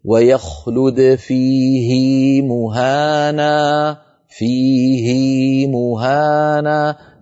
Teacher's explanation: فنشبع الكسرة حتى يتولد منها ياء لفظية مع أن القاعدة لم تتحقق رواية.